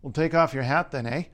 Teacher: the vowel in a word such as hat is farther back in the mouth in California and Canada. This is completely different from what you'll hear in places like Buffalo and Detroit.